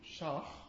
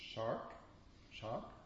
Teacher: the K sound becomes fricative · Shown in: first take · as in shach, rather than shark, shark, or rather than saying weak, it's weich.